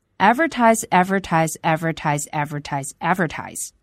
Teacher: 这个词要注意一下重读音节是在第一个音节上